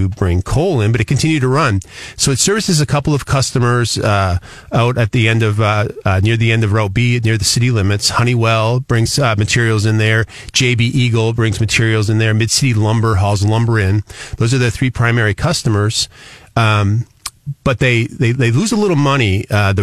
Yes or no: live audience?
no